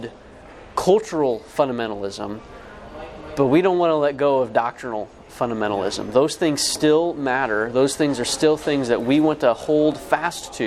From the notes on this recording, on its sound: LIVE at the IFCA Convention. The IFCA Int National Convention in Covington, KY.